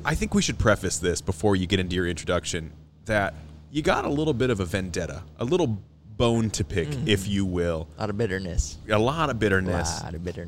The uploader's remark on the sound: while recording at Big Hair Brewhaus in Hartington, Nebraska